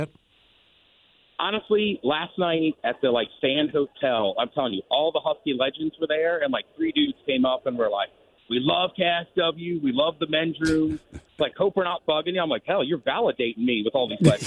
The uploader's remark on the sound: Calls from Houston Texas to give us an on-scene report of the environment of the National Championship game!